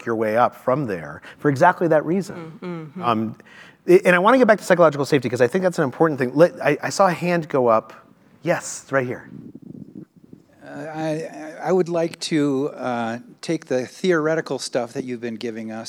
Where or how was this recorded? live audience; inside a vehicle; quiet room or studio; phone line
live audience